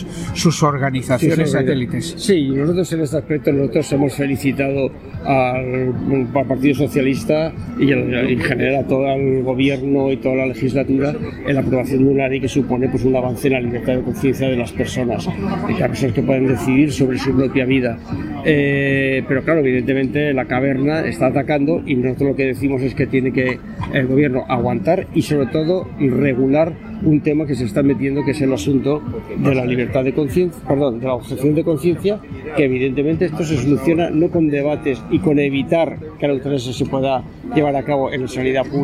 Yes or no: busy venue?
yes